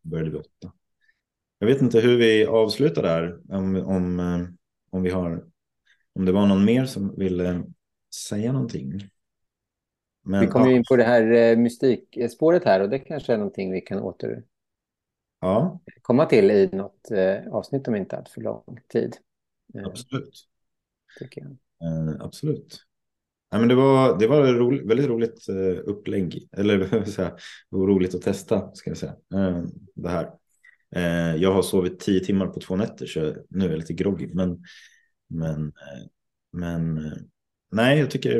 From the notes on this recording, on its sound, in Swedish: Den 22 maj hade vi en live-podd över zoom, som kommer här som ett vanligt avsnitt.